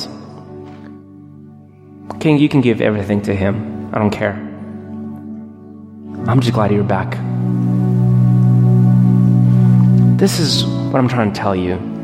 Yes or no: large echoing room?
yes